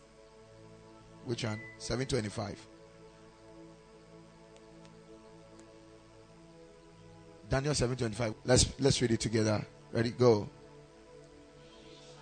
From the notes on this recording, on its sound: Preached at Ekklesia Chapel